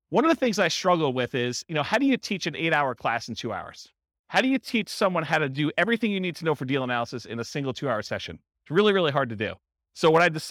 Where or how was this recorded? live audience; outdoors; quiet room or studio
live audience